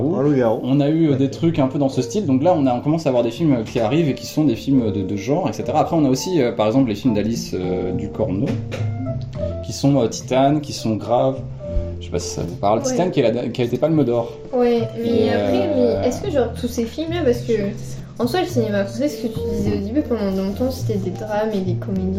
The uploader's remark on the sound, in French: à nous insulter pour la qualité du son